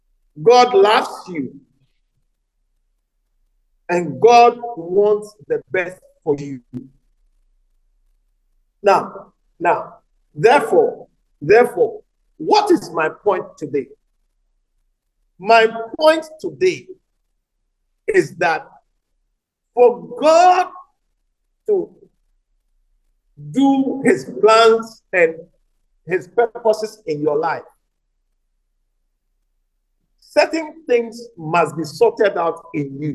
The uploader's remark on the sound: message preached at the Living Waters Cathedral